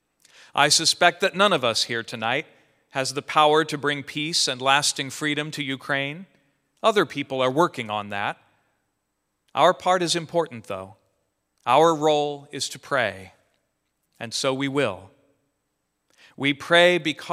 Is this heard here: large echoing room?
yes